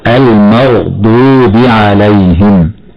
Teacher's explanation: والغين والضاد من الحروف المفخمة دائما لأنهما من حروف خص ضغط كظ. والواو في كلمة المغضوب تمد وصلا بمقدار حركتين